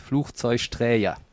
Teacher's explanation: Aber tatsächlich würde man ja im Hochdeutschen Flugzeugträger mit 3G schreiben, ne? Aber das erste spricht sich wie CH, Fluch, dann Zeug, weil wir in Köln gerne Sch-Laute machen. Und Träger, weil auch vieles mit so einem J belegt wird.